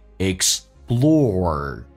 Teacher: or 这个发音嘴巴凸出来收圆，整个舌身往回卷 · Term: 重度卷舌